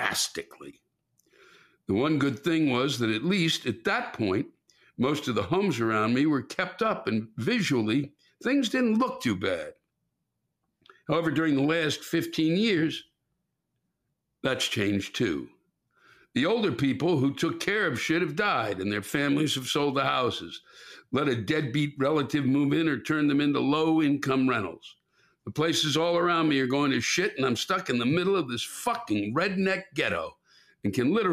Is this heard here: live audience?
no